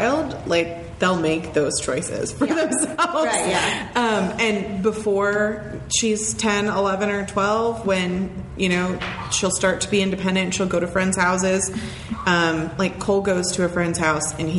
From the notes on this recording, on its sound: Live Show Part 1. We take live questions and answer them thorougly! There's a live audience. We are in the same room.